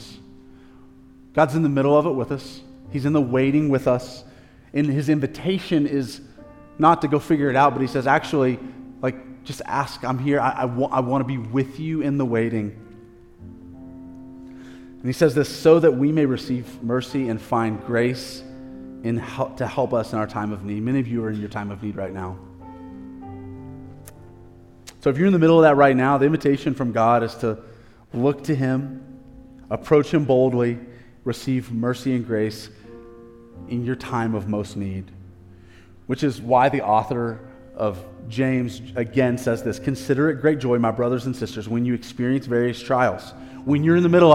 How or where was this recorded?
large echoing room